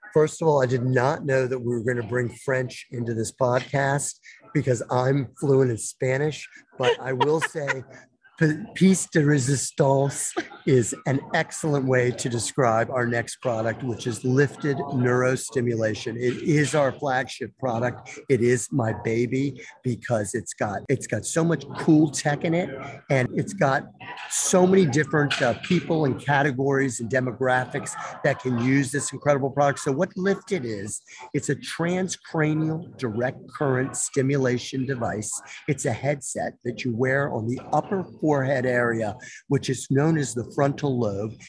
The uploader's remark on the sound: live from thINc360 in Baltimore